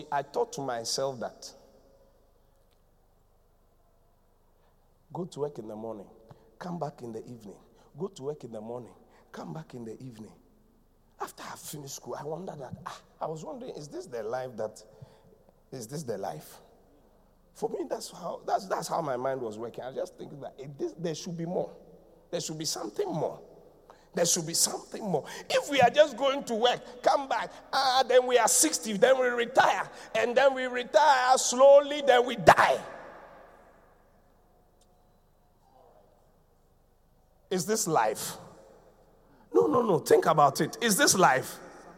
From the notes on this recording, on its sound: Preached at the Qodesh